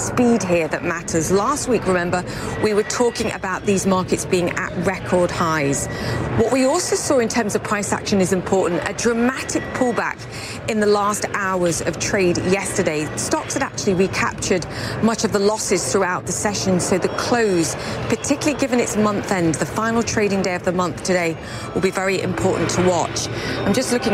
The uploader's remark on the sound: live from The New York Stock Exchange